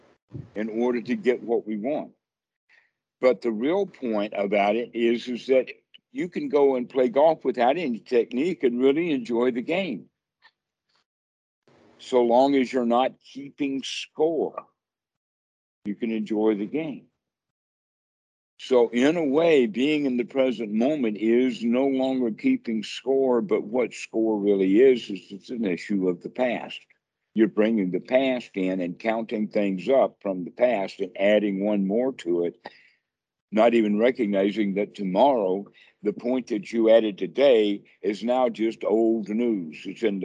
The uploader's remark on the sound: Skype calls.